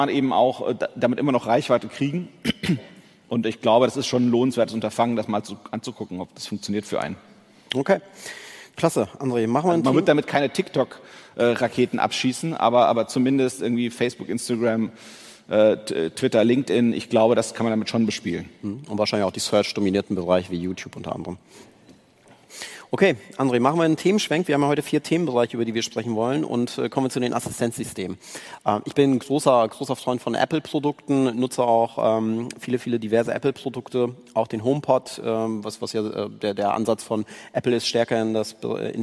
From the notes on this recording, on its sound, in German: Beim Onsite-Comeback der OMKB im April 2022 in Berlin